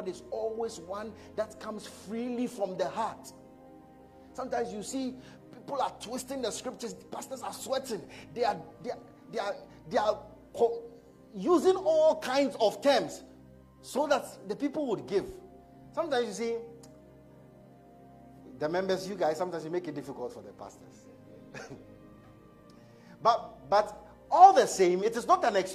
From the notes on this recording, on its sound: A message preached at ICGC Rehoboth Temple - Toronto